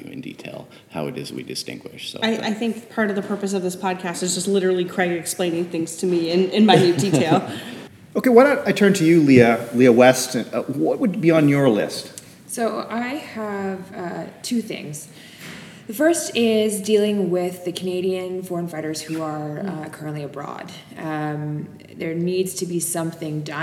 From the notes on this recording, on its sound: While all were at the University of Toronto for an anti-terrorism conference. Recorded in the wood-paneled drawing room of the University of Toronto Faculty of Law (complete with echo and people arriving for work treading on squeaky floors).